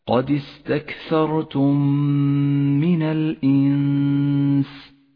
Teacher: ميم ساكنة أدغمت بالميم المتحركة التي بعدها، نتج منهما ميم مشددة تحتاج إلى غنة زمنها حركتان · Term: الإدغام الشفوي